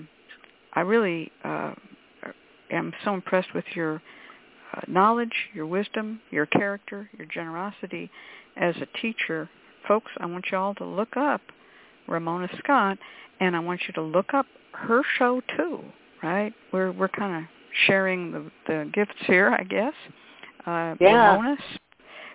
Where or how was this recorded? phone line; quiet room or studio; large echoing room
phone line